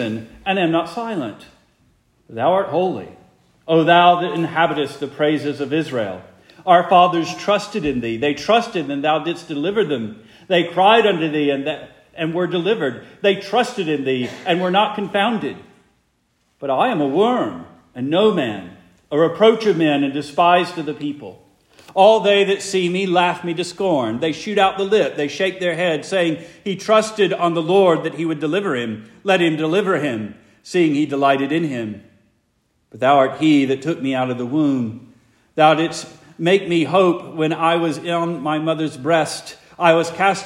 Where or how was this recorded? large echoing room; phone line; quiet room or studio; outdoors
large echoing room